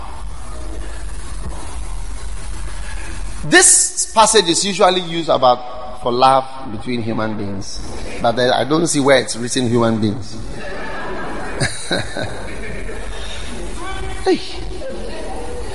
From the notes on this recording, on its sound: Preached at the First Love Center.